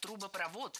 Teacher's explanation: Ударение в этом слове ставим на последний слог и ориентируемся на исходный глагол.